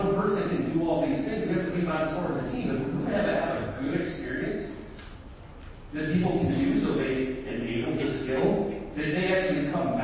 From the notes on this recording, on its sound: This presentation was delivered at the Association Executives conference in Halifax, Nova Scotia June 5th 2019.